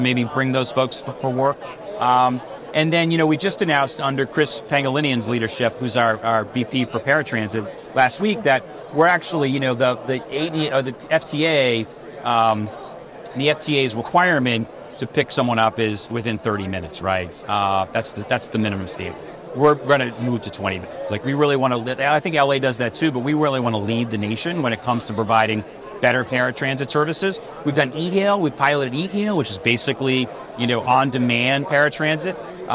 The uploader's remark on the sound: live from the APTATRANSform show in the Vontas booth